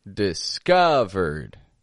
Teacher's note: I made that I, that first I there, totally disappear, right?